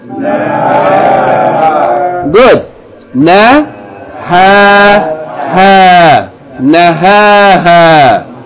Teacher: Three syllables. The first syllable has a short vowel, the second syllable has a long vowel, and the third syllable has a long vowel.